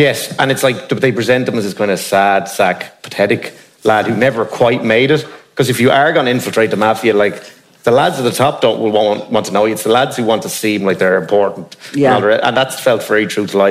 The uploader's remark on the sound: Crime World Live. Before a live audience.